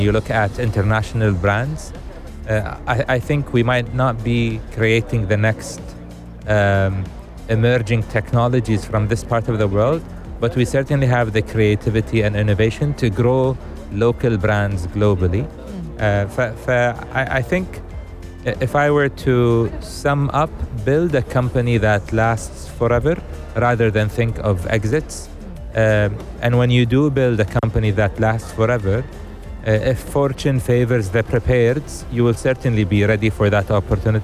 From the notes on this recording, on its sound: Live from SEF 2024.